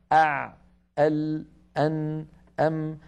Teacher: إذن الرخاوة فيها امتداد وجريان للصوت، وبالتالي الحرف الرخو له زمن معين. لما يكون الحرف بينيا وساكنا من حروف لن عمر أع أل أن أم يكون زمنه أقصر من زمن الحرف الرخو